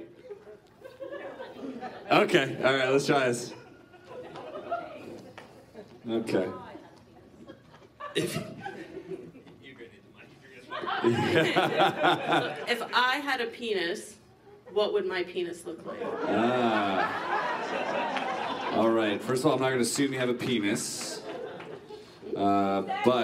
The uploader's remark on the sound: The World's ONLY Live Magic Comedy Podcast. Today we get to the bottom of it LIVE from Vancouver at the Rio Theatre. There are magic performances, jokes, a t-shirt cannon, confetti streamers.